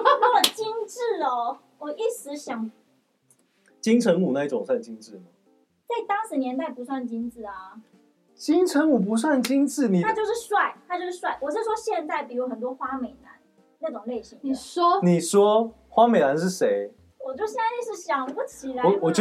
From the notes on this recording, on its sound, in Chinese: 這集的收音出了一點小問題，請各位聽眾多多包容。